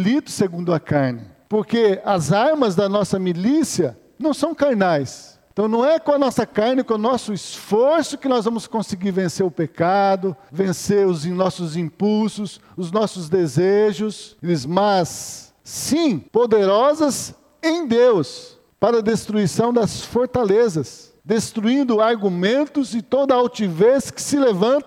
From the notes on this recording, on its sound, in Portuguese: Culto matutino, Escola bíblica dominical gravada em 24-05-2020 na Igreja Evangélica Batista em Campo Grande-MS.